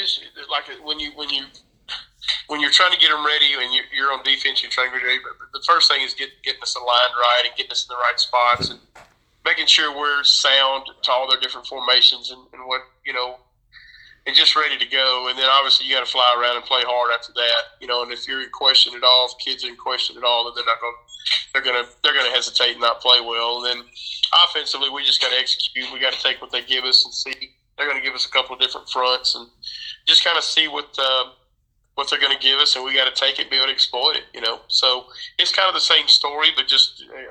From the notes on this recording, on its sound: This interview was recorded via phone